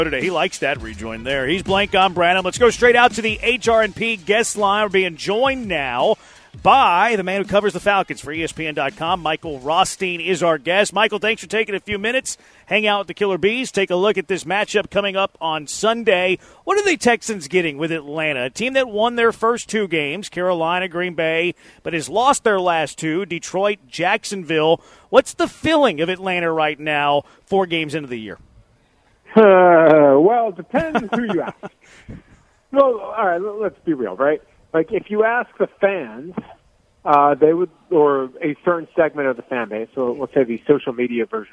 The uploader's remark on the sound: Live from East River 9